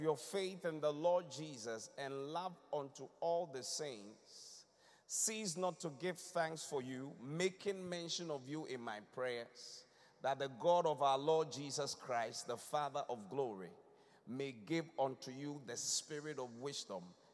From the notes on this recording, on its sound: Preached at the Qodesh.